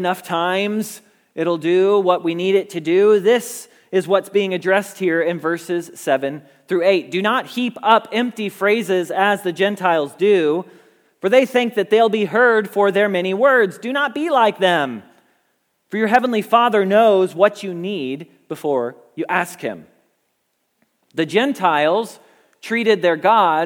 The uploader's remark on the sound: Message Preached at Valley Creek Church